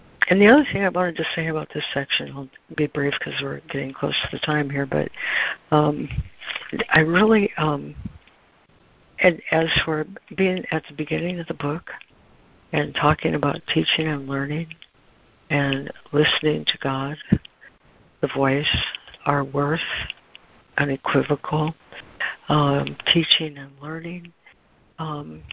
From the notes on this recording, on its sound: ACIM Daily Conference Call.